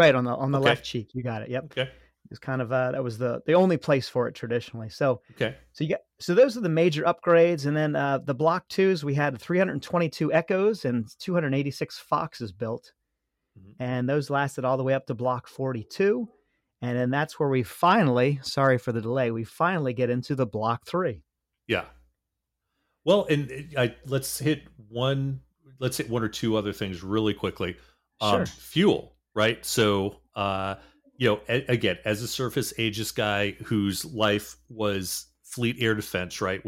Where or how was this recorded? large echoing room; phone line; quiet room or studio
quiet room or studio